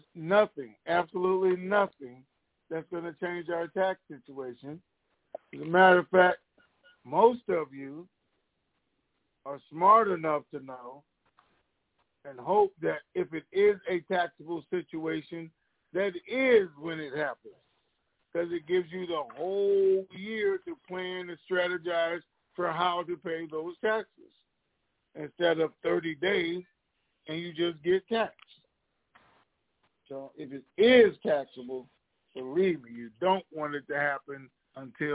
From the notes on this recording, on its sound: TNTSuperfantastic Conference Call